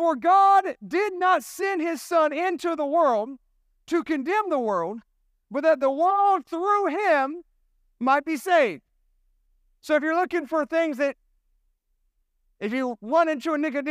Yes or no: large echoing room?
yes